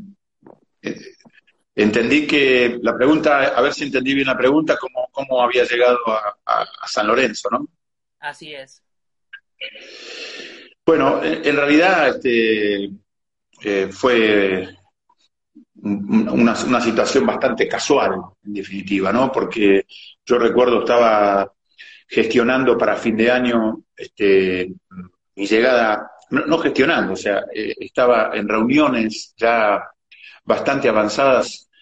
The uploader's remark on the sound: VIA INSTAGRAM LIVE